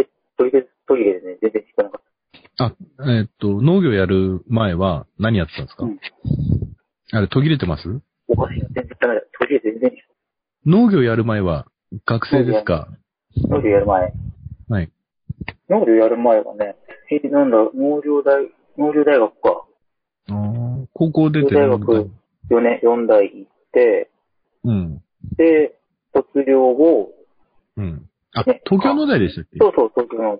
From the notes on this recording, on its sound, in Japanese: 今回は、音質がすこし悪くなってます。